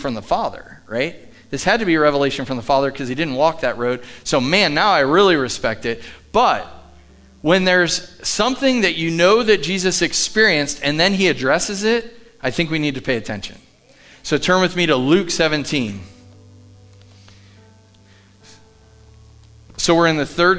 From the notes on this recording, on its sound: Live from The Summit Church in Dover, OH.